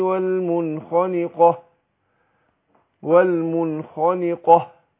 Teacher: الهاء حرف خفاء، لو انا ما ضغطتش على المخرج مش هتبان